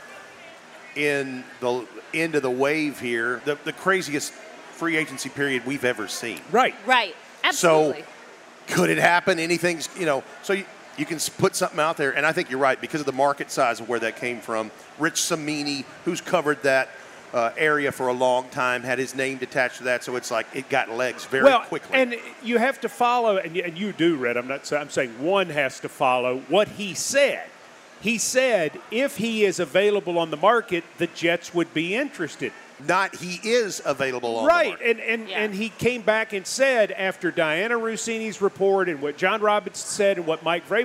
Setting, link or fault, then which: setting, busy venue